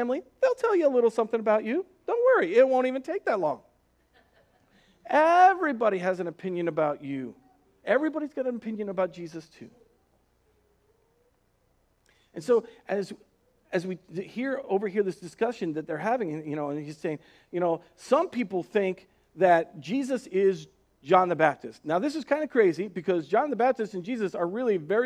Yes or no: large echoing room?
yes